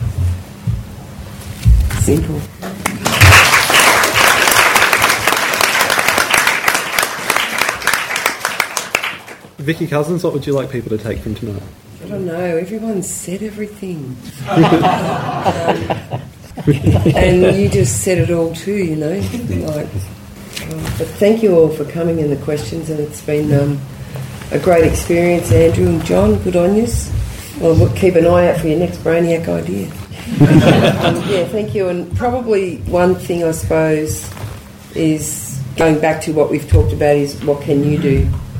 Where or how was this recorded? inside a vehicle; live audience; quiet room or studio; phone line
live audience